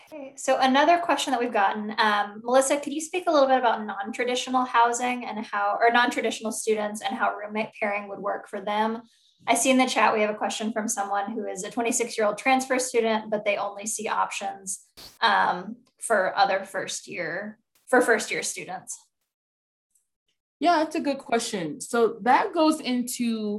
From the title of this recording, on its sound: Zoom Info Session